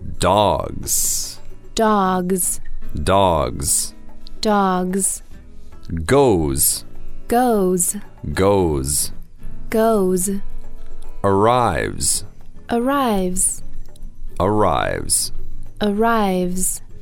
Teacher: when an S follows a voiced consonant, a vowel, or another S, it turns into a Z